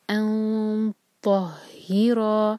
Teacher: سو الطاہرا، ہا کے نیچے کسرا، تو یہ ہی کلیئر، اس کو ہے کا ساؤنڈ نہ دیں، ہی را پر فتحہ تو را ہیوی اور ساتھ میں الف ہے، تو یہ ہے مد طبعی دوہرے کا الطاہرا، اور یہ ہے سورہ البقرہ آیہ نمبر 125 سے.